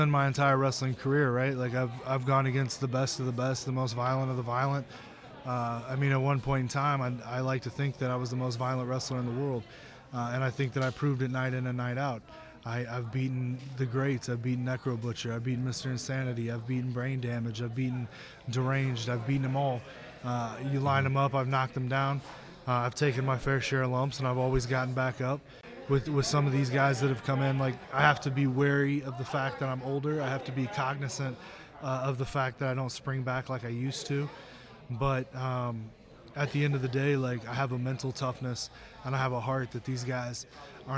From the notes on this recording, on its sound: Recorded before the show at the historic Irving Theater in Irvington, a storied neighborhood in Indianapolis,